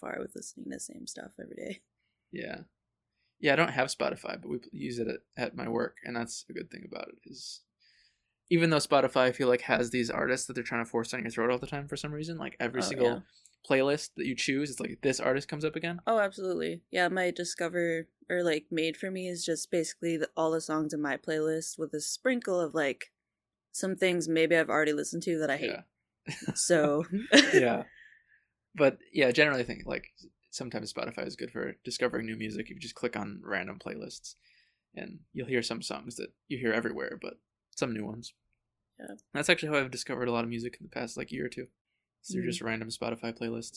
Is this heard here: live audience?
no